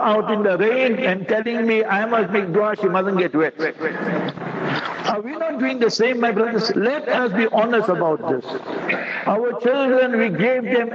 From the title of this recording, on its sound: Jumah Lecture at Rainbow Masjid